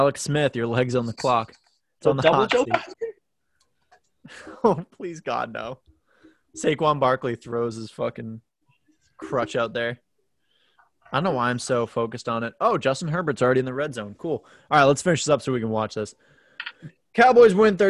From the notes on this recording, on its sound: fight all distractions and bad WiFi